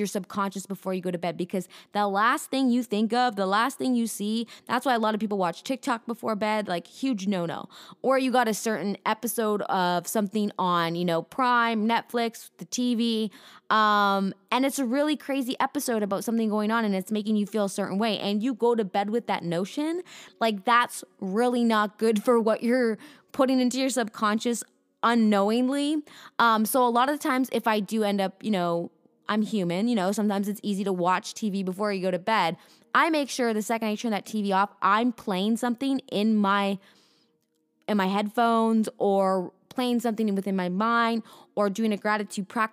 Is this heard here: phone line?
no